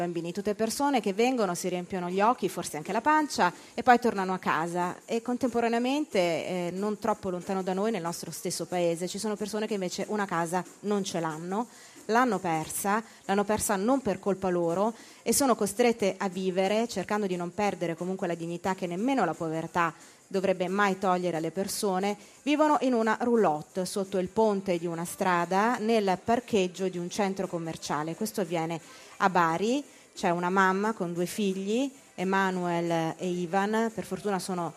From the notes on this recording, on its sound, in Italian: In diretta da Expo 2015.